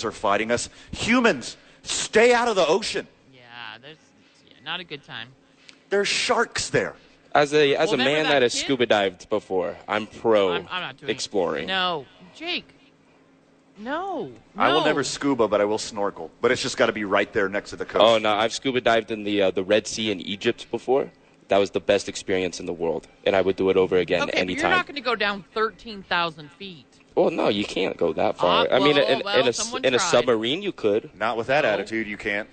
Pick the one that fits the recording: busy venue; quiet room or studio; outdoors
busy venue